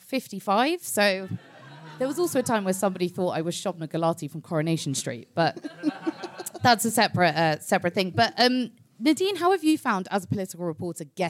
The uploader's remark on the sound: Coming to you from the London Podcast Festival: The Guilty Feminist presents Media Storm’s debut show, live from King’s Place! King’s Place, London.